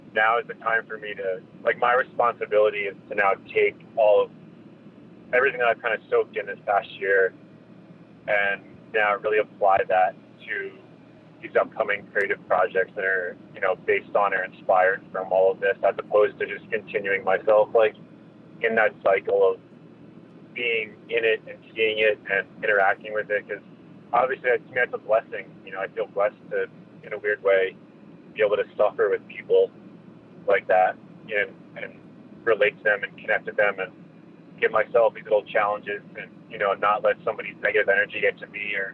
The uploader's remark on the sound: spoke while he was driving from Salt Lake City to Los Angeles